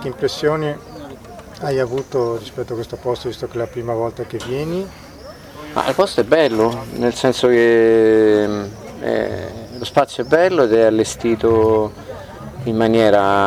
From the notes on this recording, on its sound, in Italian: Nella prima parte abbiamo ascoltato l'intervista registrata durante la prima serata di Antiche Mura Teatro Festival di Cittadella. Nella seconda parte abbiamo ascoltato l'intervista registrata a Segusino.